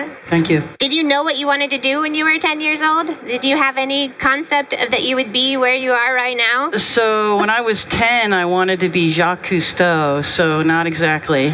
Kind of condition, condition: setting, busy venue